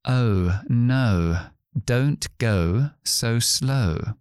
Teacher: se empieza con el sonido schwa, y luego la u, Y por una frase, por ejemplo, podemos decir oh, no Don't go so slow.